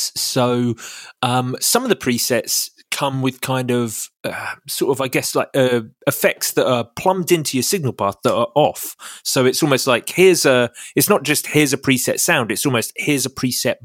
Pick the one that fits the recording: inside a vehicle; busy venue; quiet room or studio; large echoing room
quiet room or studio